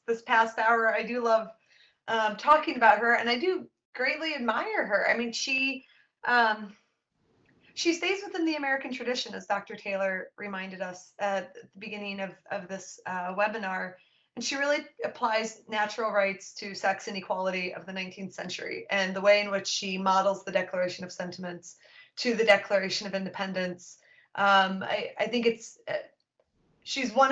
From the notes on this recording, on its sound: April's Documents in Detail webinar